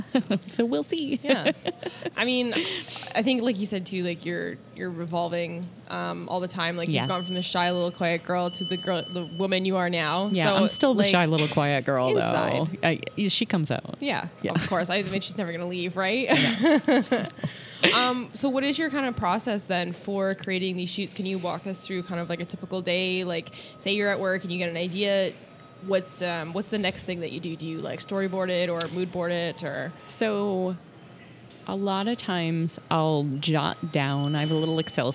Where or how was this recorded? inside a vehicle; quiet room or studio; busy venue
busy venue